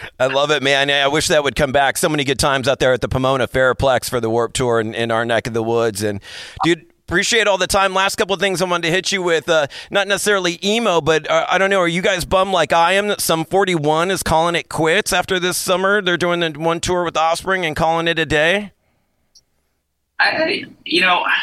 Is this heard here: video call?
yes